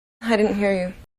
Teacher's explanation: Queremos subir la voz y entonación en la primera sílaba de didn't, y tenemos el sonido stop T en didn't.